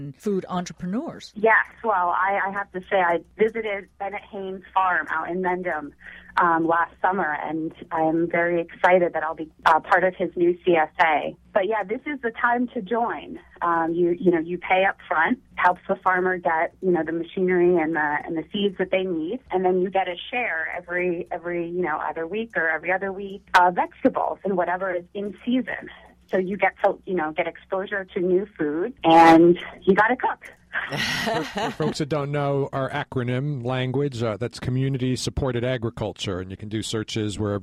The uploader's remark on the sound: called in from the trail